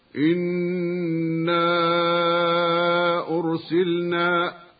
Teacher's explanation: نحرص على إظهار سكون لام الفعل الواقعة قبل النون، وعلى غنة النون المشددة قبلها